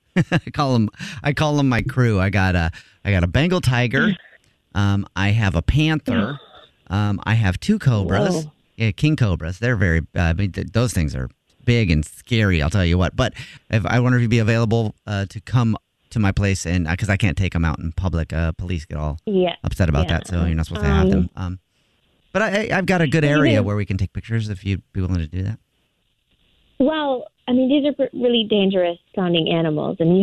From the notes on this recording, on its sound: Phone Prank.